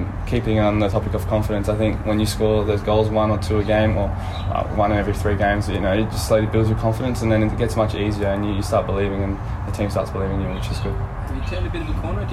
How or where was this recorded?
busy venue